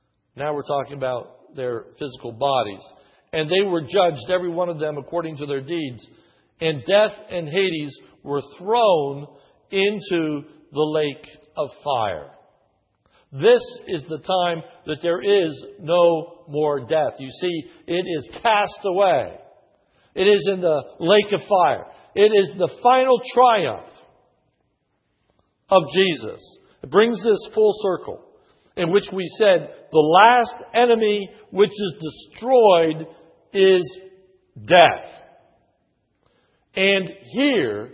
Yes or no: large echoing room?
yes